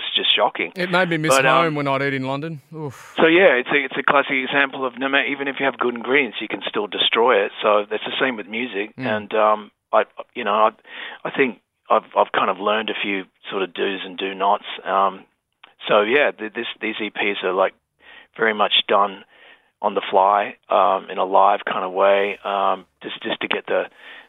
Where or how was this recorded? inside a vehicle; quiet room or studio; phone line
phone line